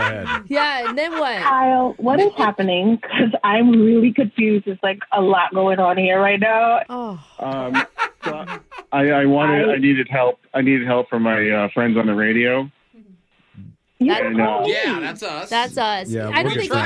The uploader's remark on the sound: The guy in today’s Awkward Tuesday Phone Call has stayed friends with his ex for 10 years!